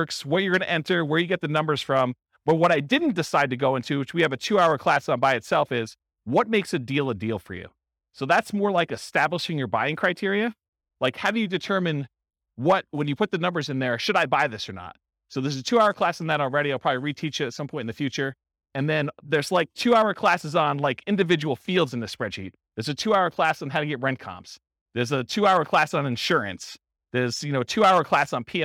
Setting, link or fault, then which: setting, live audience